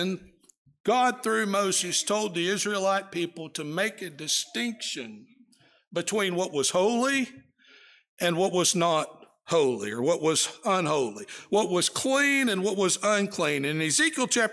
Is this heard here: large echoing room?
yes